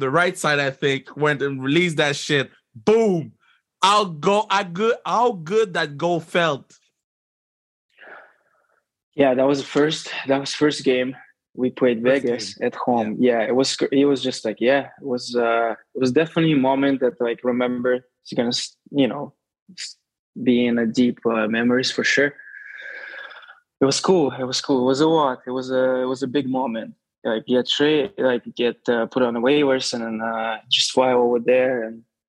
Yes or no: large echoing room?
no